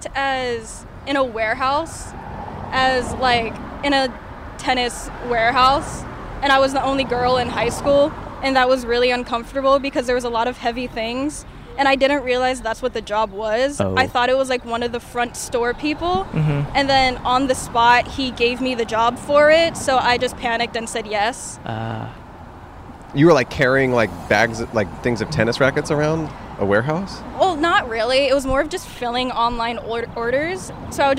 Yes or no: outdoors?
yes